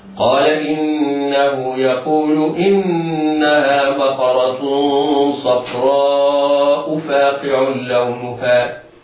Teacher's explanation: صفراء بعد راء ألف بعدها همزة متصلة بها في نفس الكلمة هذا مد متصل يمد في حال الوصل مدا واجبا بمقدار أربع حركات